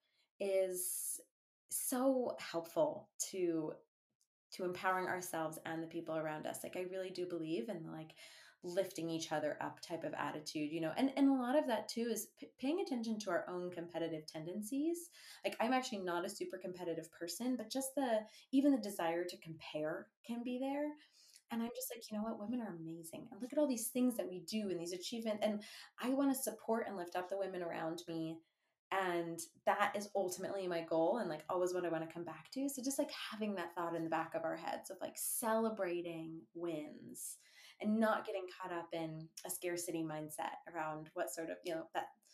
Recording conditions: poor microphone